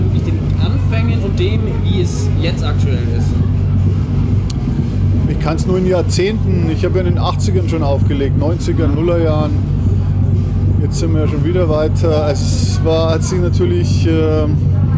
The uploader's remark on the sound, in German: Wir haben das Techno Urgestein auf dem Wilde Emma Festival in Nürnberg getroffen und uns kurz nach seinem Auftritt und einem Brathühnchen mit Pommes ein bisschen unterhalten.